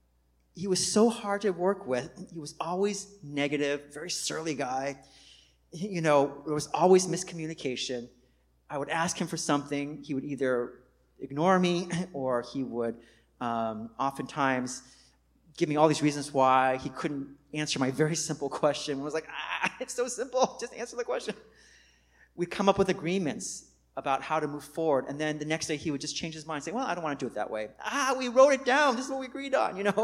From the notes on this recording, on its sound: Recorded on 2016-09-04 at the 11:30am Service.